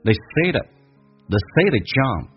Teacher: to 前面如果是一个元音的话，to 可以说成 d 加个 a 叫做 the，或直接说成 d 这个发音 the 。They sayto， they say tojump， they say tojumpers， jump 跟 s 有连叫 jumpers。They say